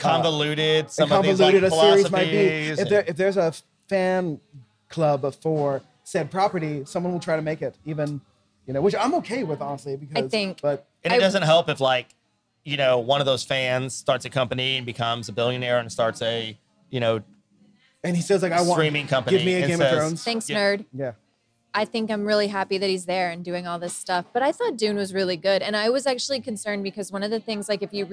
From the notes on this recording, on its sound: A Wheel of Time podcast that is filmed and recorded in a tavern!